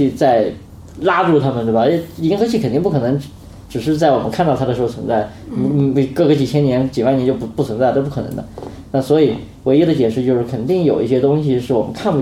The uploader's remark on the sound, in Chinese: 本期节目为在张大妈办公区用录音笔录制，可能有街道上的杂音，请见谅。